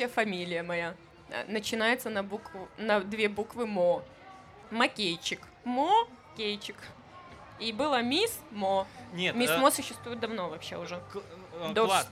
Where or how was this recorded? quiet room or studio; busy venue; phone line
busy venue